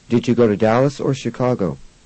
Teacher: Use a rising and then falling intonation for the or questions and a falling intonation for the responses.